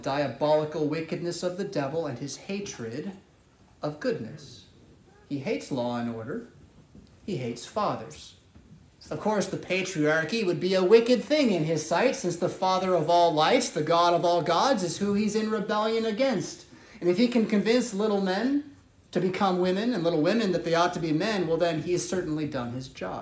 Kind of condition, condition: setting, large echoing room